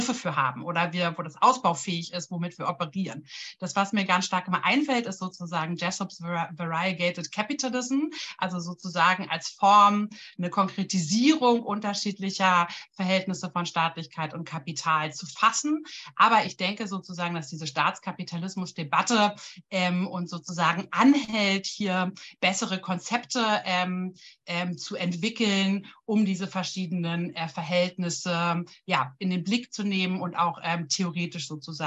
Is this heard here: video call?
yes